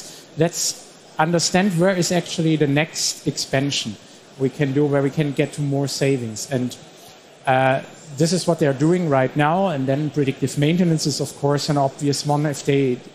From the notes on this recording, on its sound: live session from SPS 2023